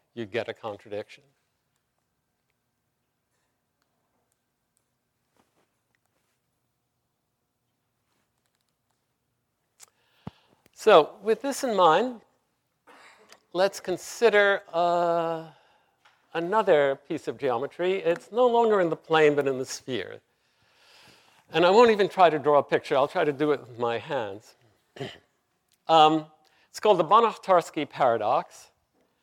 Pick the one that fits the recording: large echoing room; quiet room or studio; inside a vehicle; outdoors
large echoing room